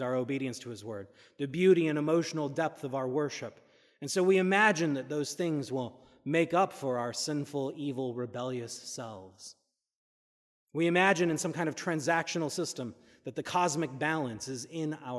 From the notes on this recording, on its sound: This is a recording from the service of Holy Communion according to the Book of Common Prayer (1662). Unfortunately, the full service was not recorded. This is a recording of the sermon only.